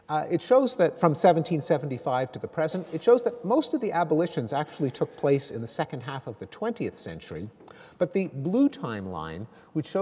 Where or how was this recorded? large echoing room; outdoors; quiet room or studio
large echoing room